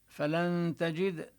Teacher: فلن تجد له وليا مرشدا، فلن تجد بالإخفاء، ننتقل من اللام المفتوحة، فلن بعد اللام ننتقل إلى مخرج التاء وتبقى الغنة